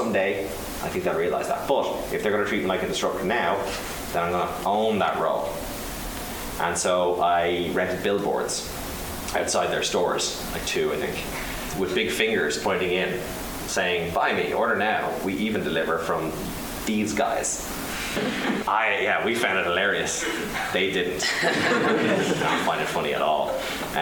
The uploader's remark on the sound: this was recorded on the 4th of March in front of a live audience, so beware of the subpar sound quality